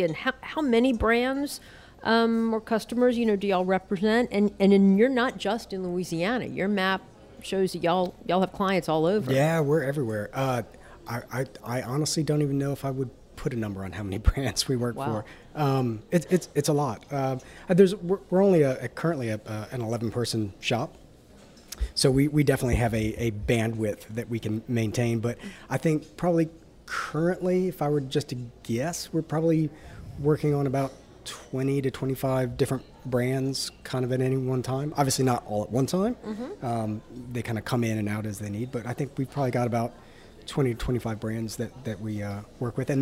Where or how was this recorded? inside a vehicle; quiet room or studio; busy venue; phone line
busy venue